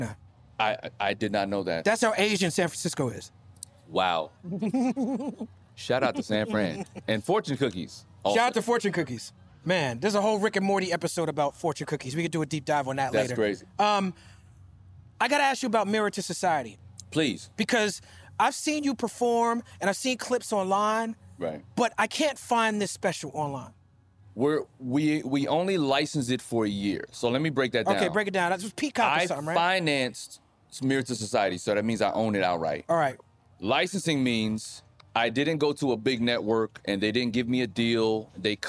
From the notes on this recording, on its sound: filmed live at the Blue Note Jazz Festival in Napa Valley